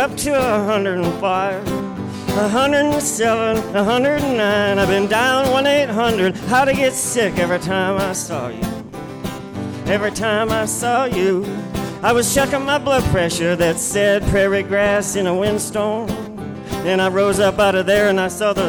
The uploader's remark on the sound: Van Sessions at The Monarch. As recorded LIVE inside The Monarch Building in Ogden, Utah during Ogden's First Friday Art Stroll.